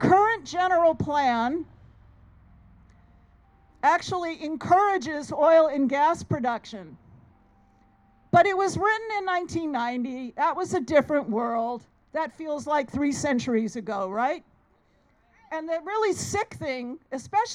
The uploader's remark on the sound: Some sounds recorded at recent events in Antioch. Voices from the Stop the Violence march and rally held in the Sycamore Corridor of Antioch. No Drilling Brentwood march and rally.